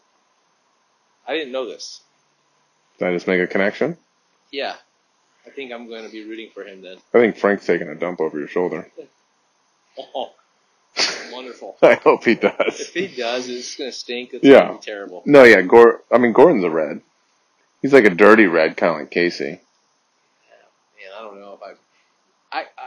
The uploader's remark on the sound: Excuse the audio quality. We are almost done building the studio.